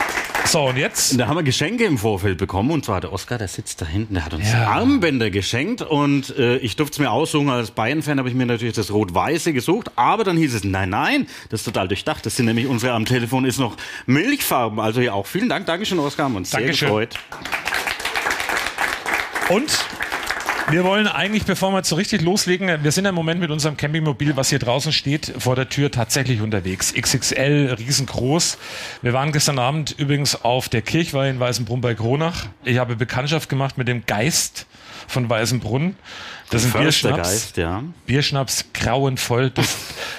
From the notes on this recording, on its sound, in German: Das Live-Event in Coburg. Während ihrer Wohnmobil-Tour haben die beiden am 26.09.2023 eine Podcast-Folge live vor Publikum aufgenommen. Die Location war auch besonders - unterm Zollinger Dach am Coburger Güterbahnhofgelände war der Aufzeichnungsort. Dort begrüßten die zwei rund 30 Zuhörer und Zuhörerinnen.